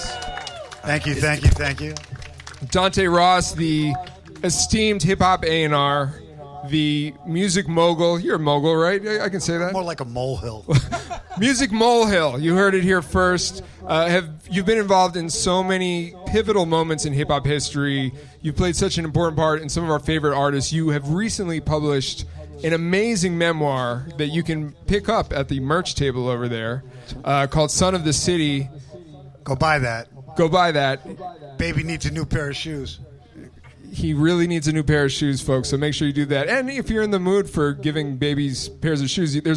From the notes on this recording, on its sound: Live from LA. Live from Delicious Pizza Hollywood on July 20, 2023.